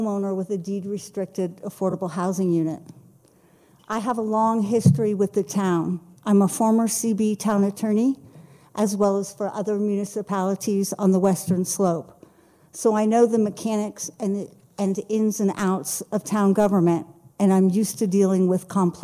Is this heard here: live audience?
yes